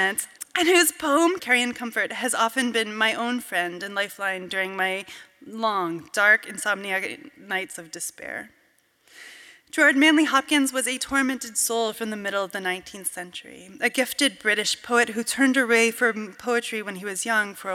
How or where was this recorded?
live audience